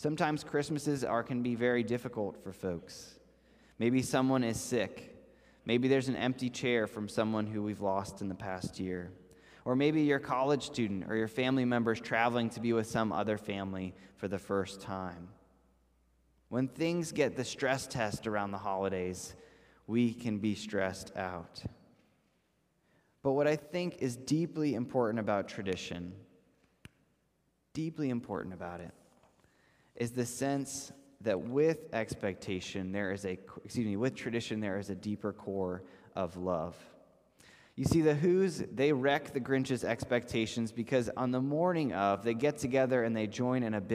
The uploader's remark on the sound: This message was first preached on December 5th 2021 at Linglestown Life Church in Harrisburg PA.